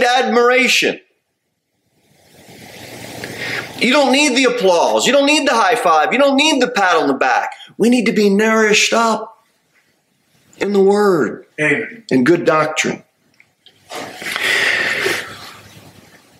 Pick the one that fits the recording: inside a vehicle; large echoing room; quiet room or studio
large echoing room